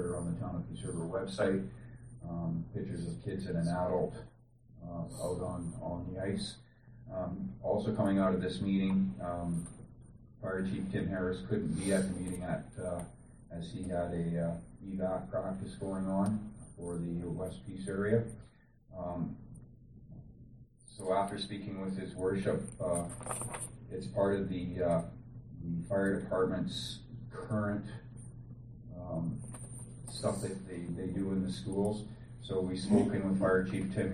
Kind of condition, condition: setting, large echoing room